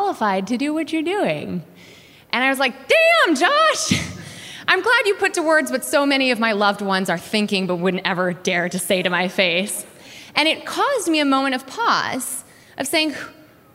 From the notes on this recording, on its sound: Werk It: The Podcast is a compilation of some of the best moments from the live event. Both the festival and the podcast are produced by WNYC Studios.